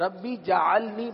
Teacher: اچھا یہاں پر ایک غلطی جو عموماً ہوتی ہے پہلے بھی عرض کی گئی تھی، پڑھتے ہیں رب اجعلنی جیم پر زبر لگا دیتے ہیں جعلنی، حالانکہ جیم ساکن ہے لیکن پڑھنے میں جیم پر زبر لگا دیتے ہیں